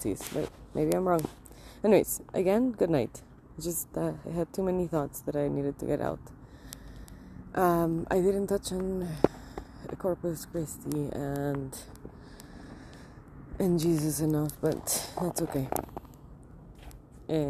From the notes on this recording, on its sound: I lit up a joint and walked across the street and recorded this.